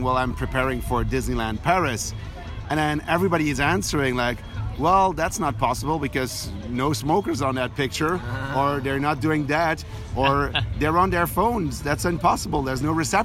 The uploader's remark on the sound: Live in Disneyland Park